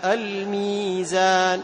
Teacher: إذا مددت ظهرت الياء، إذا لم تمد تنحذف الياء وتنعدم الياء · Term: المد الطبيعي